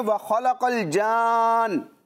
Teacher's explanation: تو مد لازم کو تین الف یعنی چھ حرکات کے برابر کھینچ کے پڑھتے ہیں